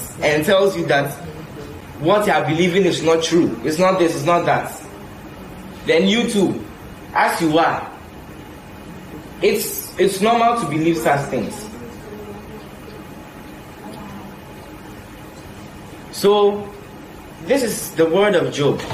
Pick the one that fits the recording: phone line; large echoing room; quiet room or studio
large echoing room